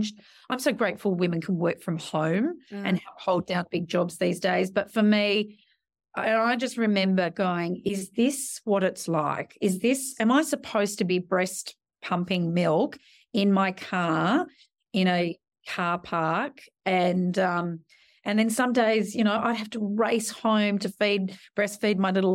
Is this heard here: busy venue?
no